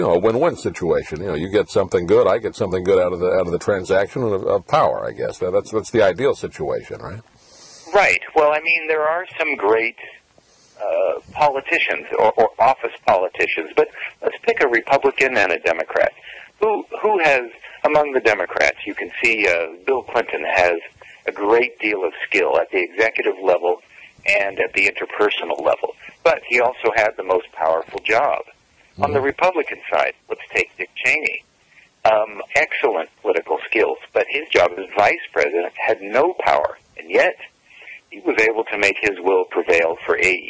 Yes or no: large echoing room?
no